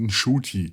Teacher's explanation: Das N spricht man kaum aus